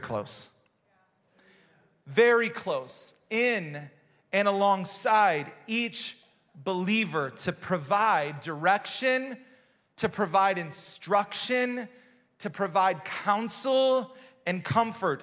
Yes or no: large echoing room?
yes